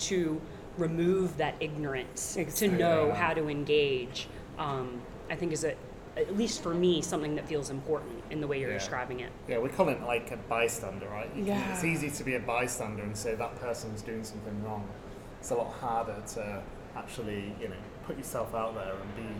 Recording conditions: background noise